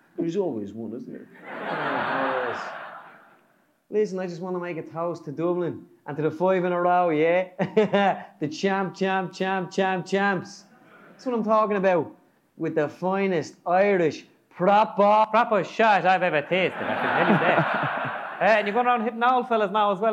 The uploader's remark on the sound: live from Liberty Hall